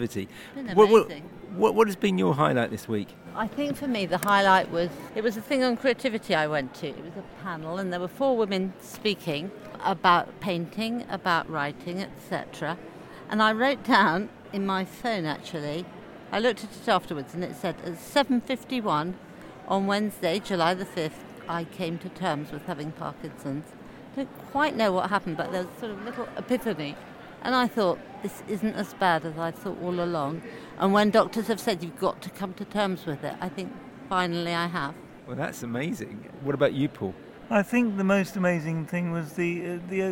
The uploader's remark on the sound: Barcelona for the World Parkinson Congress. From the floor of the conference.